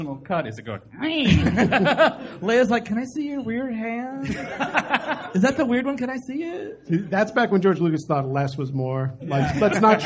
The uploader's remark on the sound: The first of two shows taped at the LA Podfest Preview Night. At the Hollywood Improv! Recorded in front of a sold-out crowd.